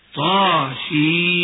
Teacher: الطاء من حي طهر يمد مدا طبيعيا · والسين والميم من كم عسل نقص يمد مدا لازما بمقدار 6 حركات